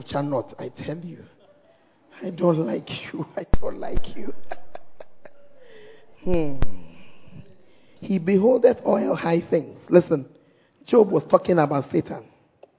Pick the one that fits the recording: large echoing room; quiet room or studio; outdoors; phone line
large echoing room